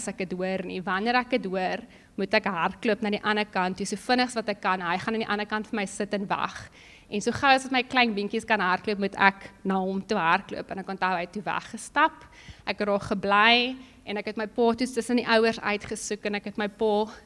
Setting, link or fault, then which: setting, large echoing room